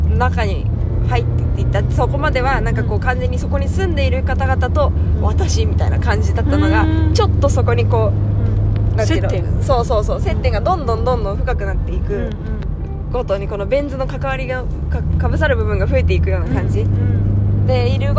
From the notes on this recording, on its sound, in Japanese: 第268回は、4泊5日の弓場農場での日々からそれぞれの家へ帰る途中で収録しました。